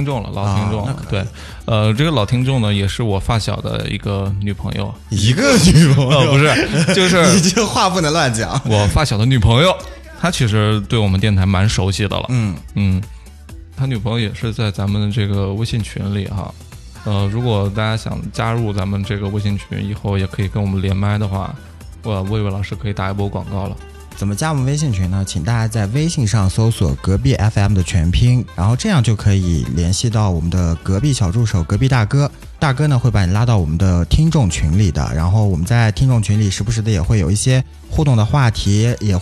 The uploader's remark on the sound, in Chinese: Vol.47 电话连线第一期